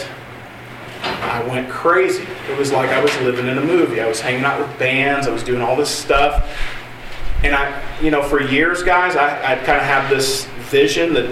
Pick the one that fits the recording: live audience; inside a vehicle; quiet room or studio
live audience